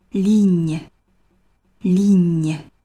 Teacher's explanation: 这个词只有一个音节，元音是“一”，要把你的嘴咧开到最大化 · IPA: [liɲ]